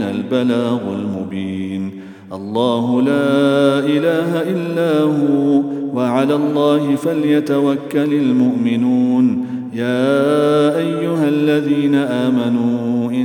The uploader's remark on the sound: At the Houghton Masjid (West Street).